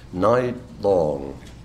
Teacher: we get the two strong sequential stresses in the phrase